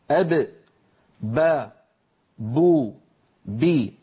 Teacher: فالباء تخرج من الشفتين أب با بو بي بانطباق الشفتين على بعضهما